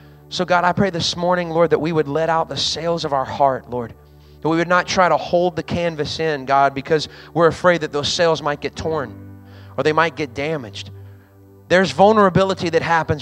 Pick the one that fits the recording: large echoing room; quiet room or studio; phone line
large echoing room